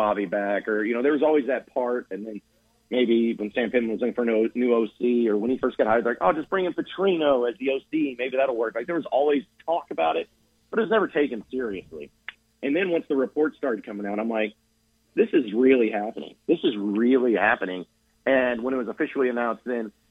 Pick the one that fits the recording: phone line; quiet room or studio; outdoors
phone line